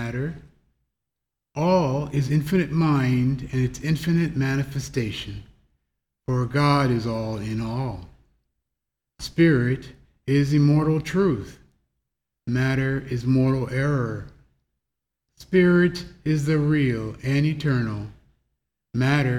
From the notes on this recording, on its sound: The Sunday service audio